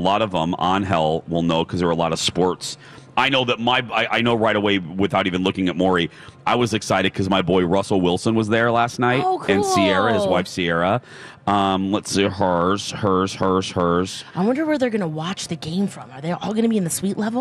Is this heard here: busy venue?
yes